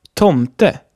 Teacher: Bei Tomte ist das e auch nicht betont und somit kurz, obwohl kein Konsonant folgt.